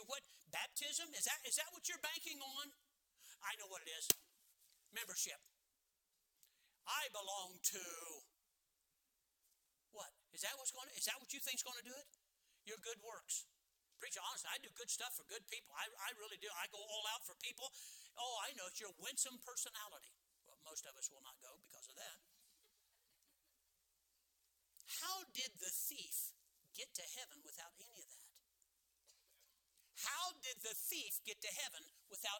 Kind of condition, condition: setting, large echoing room